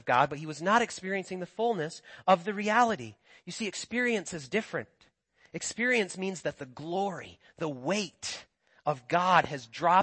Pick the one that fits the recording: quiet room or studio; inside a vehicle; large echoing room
large echoing room